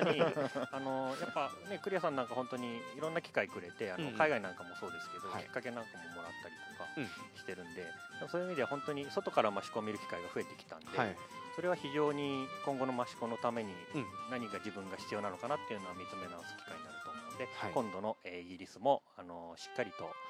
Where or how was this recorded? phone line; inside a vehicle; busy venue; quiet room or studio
busy venue